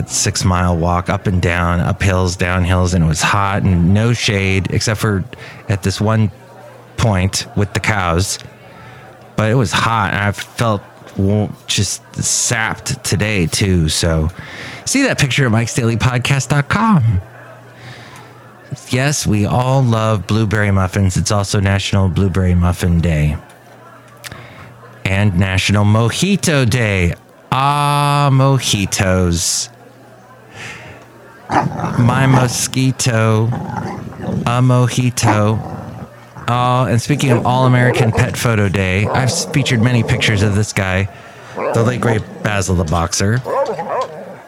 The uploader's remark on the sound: podcasts live from Café Anyway